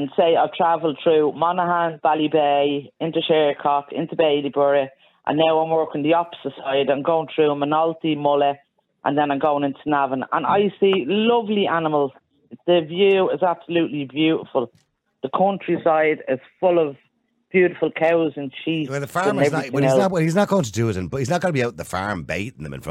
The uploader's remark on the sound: Callers ONly